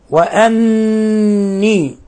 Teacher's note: نون مشددة حكمها التجويد أنها حرف غنة مشدد، يغن مقدار حركتين